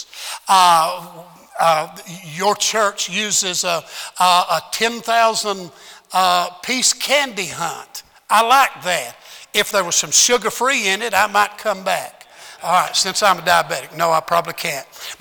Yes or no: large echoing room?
yes